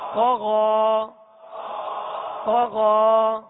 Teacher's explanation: پڑھنا ہے طا زبر طا غائن کھڑا زبر غا طغى طغى یہ دونوں حروف حروف مستعلیہ میں سے انہیں پر یعنی موٹا پڑھیں گے